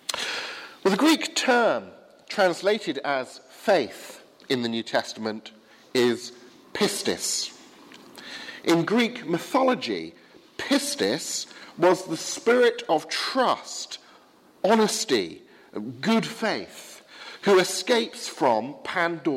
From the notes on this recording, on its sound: preached at the 8 am service at Highfield Church, Southampton